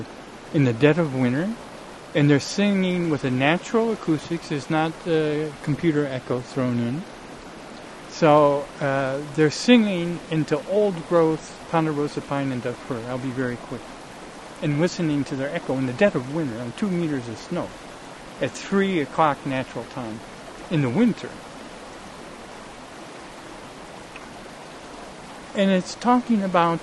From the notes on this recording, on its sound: A streamside introduction. Recorded in the OREGON mountains, on a beautiful JULY morning. The #Sun2Sound little speaker & mp3 player I keep referring to and using during the the talk.